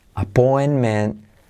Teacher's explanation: la T de appointment, casi no se dice